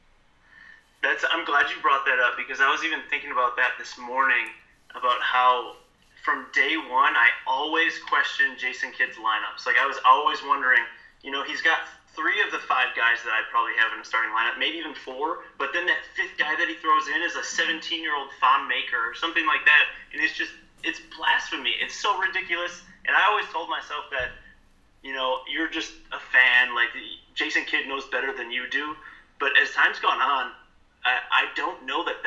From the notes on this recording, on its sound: gets on the phone